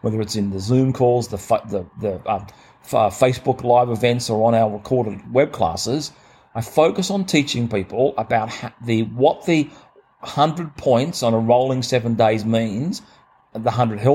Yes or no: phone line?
no